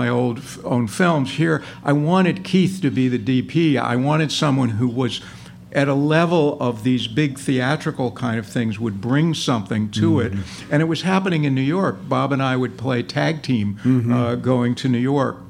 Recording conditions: busy venue